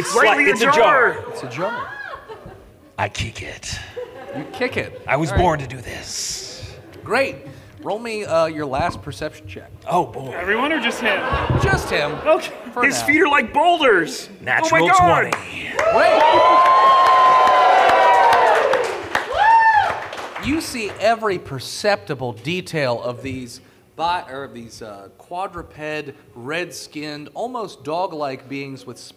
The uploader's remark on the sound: This is our live show at Dragoncon 2023! If you’re wondering why the audio quality is a little different from most other episodes, its because we recorded it live in a grand ballroom in front of a live audience!